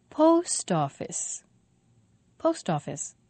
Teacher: Three syllables. The stress is on post.